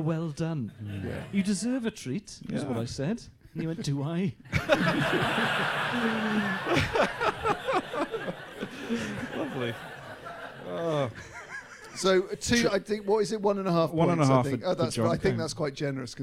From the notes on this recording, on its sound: in front of an ACTUAL live audience